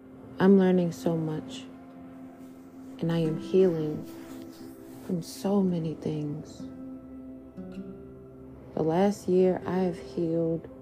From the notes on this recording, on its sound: Sorry for the background noises